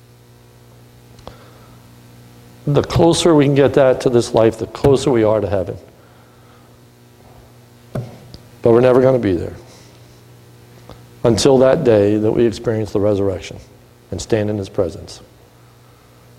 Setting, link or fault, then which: setting, large echoing room